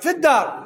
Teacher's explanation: والحرف الشمسي لا ينطق به، لذلك يشدد الحرف الواقع بعد لام الشمسية لسقوطه · Term: حرف شمسي